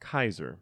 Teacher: since there is no soft C sound in Latin, Caesar is pronounced Kaiser.